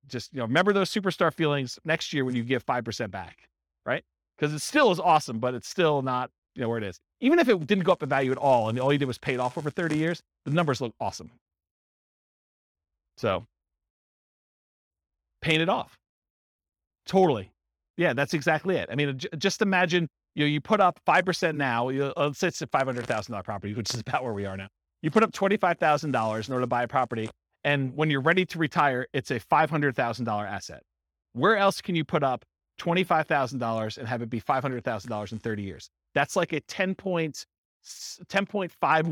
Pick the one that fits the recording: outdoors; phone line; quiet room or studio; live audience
live audience